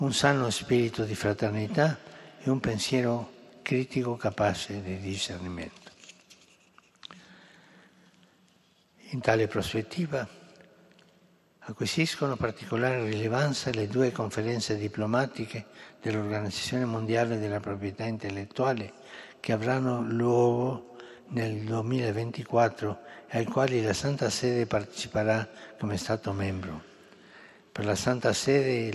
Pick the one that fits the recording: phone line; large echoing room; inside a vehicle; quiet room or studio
large echoing room